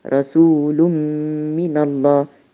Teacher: فأنا باخد النون بتاعة التنوين أضغمها في الميم بتاعة من وبنطق وبنطق ميم مشددة بغنة